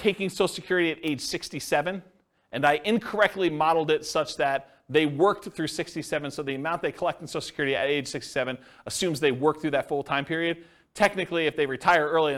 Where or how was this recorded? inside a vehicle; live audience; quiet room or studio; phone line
live audience